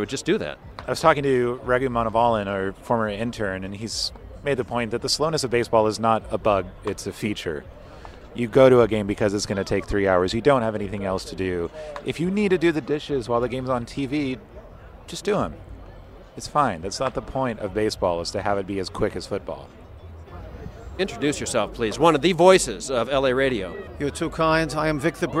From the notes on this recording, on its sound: recorded at the 2015 Dodger home opener